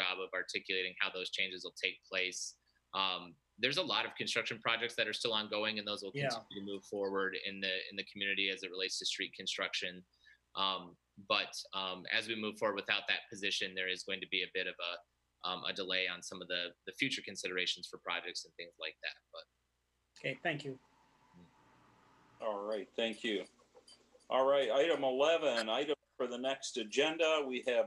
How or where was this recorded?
video call